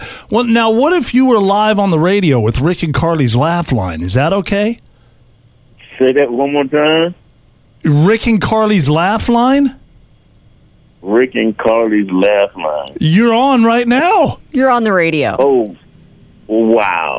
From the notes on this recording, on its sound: calls a tire shop